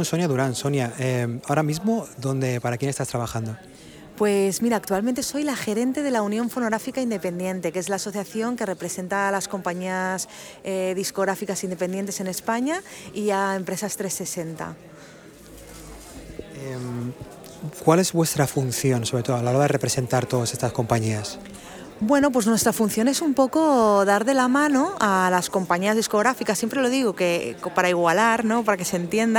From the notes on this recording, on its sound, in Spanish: Desde el Primavera Sound Festival de Barcelona. En este episodio os hablo desde el Primavera PRO, la edición para profesionales de la industria musical dentro del festival Primavera Sound de Barcelona 2022.